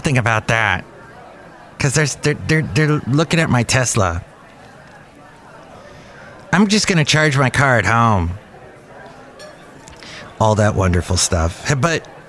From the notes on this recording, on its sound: podcasts live from Cafe Anyway